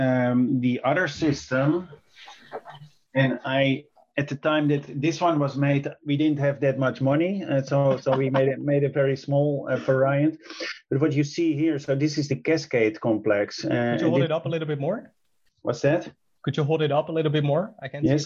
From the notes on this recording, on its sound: Via Zoom